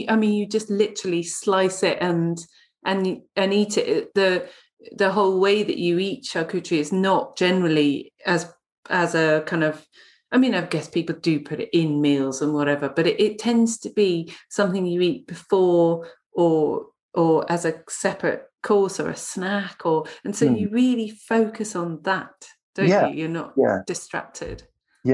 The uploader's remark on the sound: The sound is variable on this episode due to remote recording via Zoom